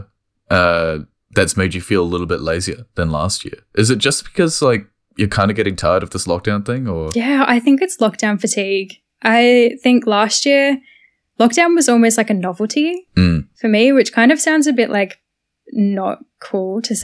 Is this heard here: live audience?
no